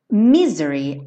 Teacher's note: …, a sílaba tônica é a primeira, tá? Mas na música acaba ficando dividida entre a primeira e a última por conta da métrica, né?